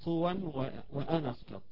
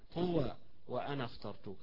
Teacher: فيها تنوين إذا وصلت حيظهر هذا التنوين في قوله طوى · Shown in: first take